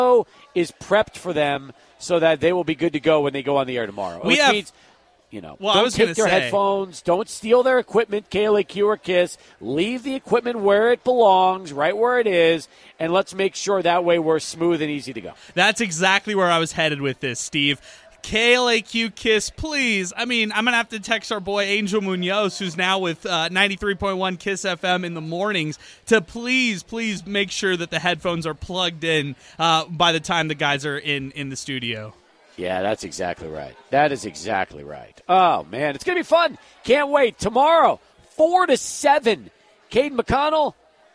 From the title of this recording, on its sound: Live at Union Drafthouse Sunland